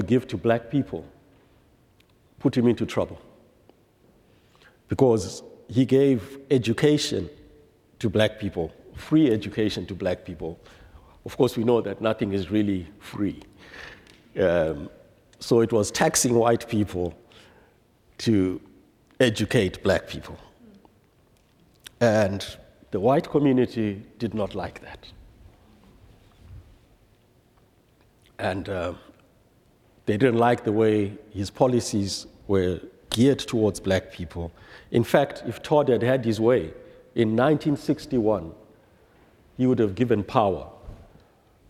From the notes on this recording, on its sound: presented by Asbury Seminary Kentucky Chapel, recorded on Thursday, March 16, 2023 at Asbury Theological Seminary's Kentucky campus